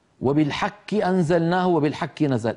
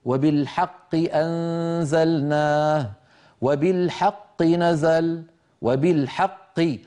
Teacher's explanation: القاف من أقصى اللسان مع الحنك اللحمي · Shown in: second take